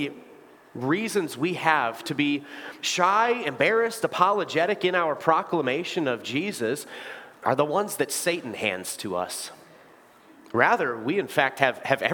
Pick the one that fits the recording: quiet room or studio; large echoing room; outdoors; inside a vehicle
large echoing room